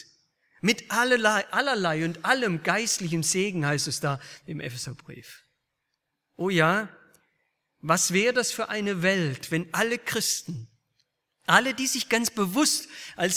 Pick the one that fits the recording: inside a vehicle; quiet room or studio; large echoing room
large echoing room